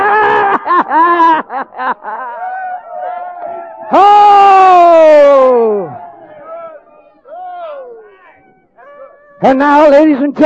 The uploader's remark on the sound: preaches ACI/AMF Midwinter Conference in Decatur, AL